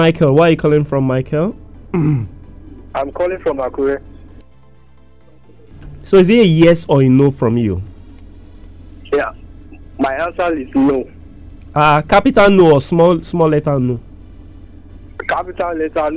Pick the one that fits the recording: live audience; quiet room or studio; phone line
phone line